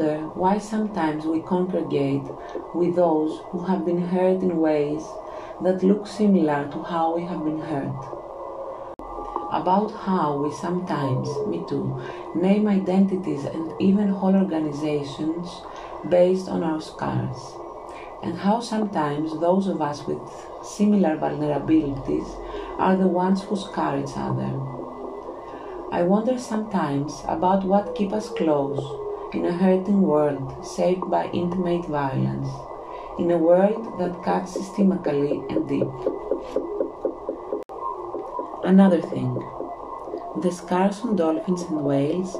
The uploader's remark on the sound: The sound scape is recording of the the artcic sea by the site of the Ocean conservation research. Today there is a walrus accompaning the reading.